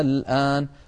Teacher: أيضا اللوحة التي بعدها لو سمحت، نلاحظ المثال الثالث، وهو قوله تعالى الآن، وقد مر مرتين في سورة يونس، الآن بمعنى هذا الوقت الذي نحن فيه الآن، دخلت عليها همزة الاستفهام فأبدلت همزة الوصل ألفا فصار النطق الآن